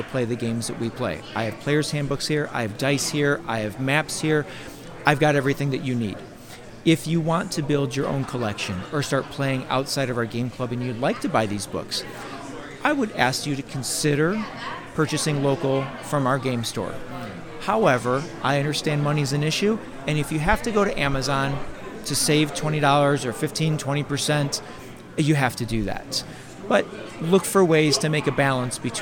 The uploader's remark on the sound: Recorded onsite at the Grand Geneva Resort in Lake Geneva, Wisconsin. While walking the show floor. I landed at the booth Smugglers Coffee.